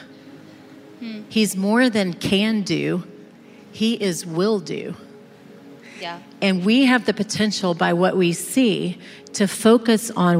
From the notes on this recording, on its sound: This conversation was recorded live at The Grove, a gathering for the women of Atlanta, Georgia, now in its ninth year.